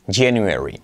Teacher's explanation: Es como un sonido CH, pero activando las cuerdas. · Term: letra clave GJ